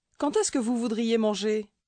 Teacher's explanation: That seems like a disappearing T on the end of quand